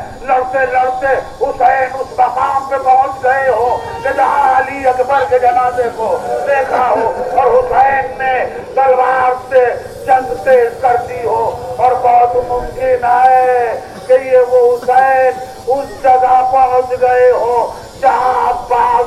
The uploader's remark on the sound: Recorded outside of a mosque in Old Delhi, India on the morning of Ashura.